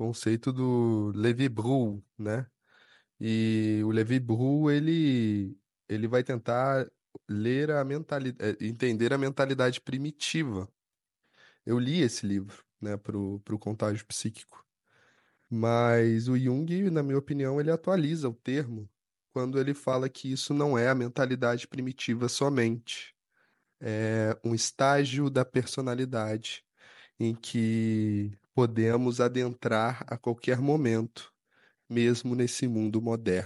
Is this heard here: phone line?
no